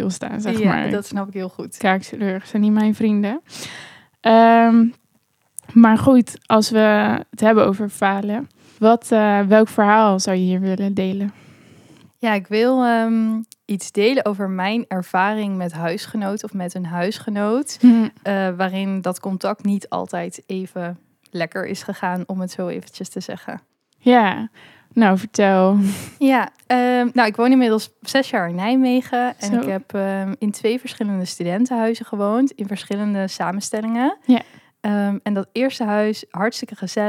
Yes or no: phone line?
no